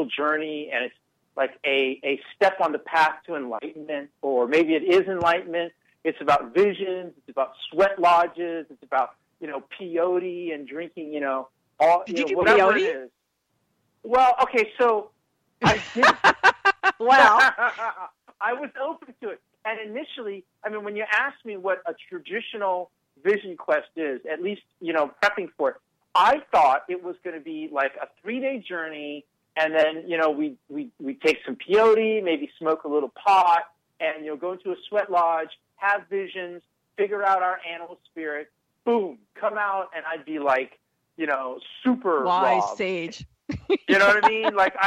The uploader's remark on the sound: a call in show